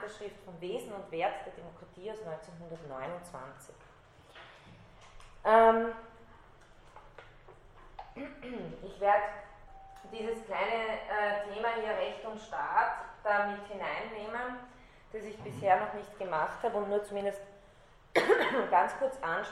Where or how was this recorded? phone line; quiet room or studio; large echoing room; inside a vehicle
large echoing room